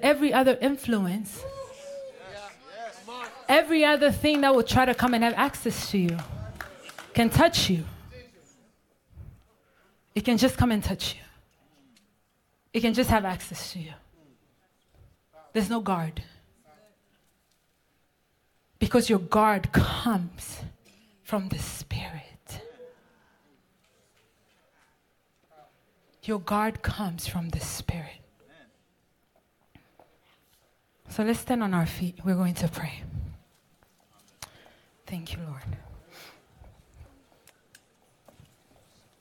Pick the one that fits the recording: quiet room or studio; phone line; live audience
live audience